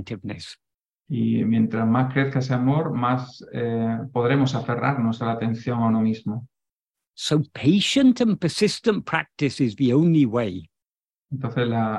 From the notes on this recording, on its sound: In a Zoom meeting of ‘Yo Soy Tu Mismo’ (a group of Spanish devotees of Bhagavan Sri Ramana).